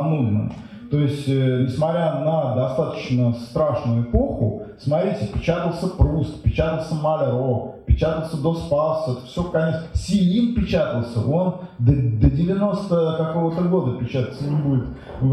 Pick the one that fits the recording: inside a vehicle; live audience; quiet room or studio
live audience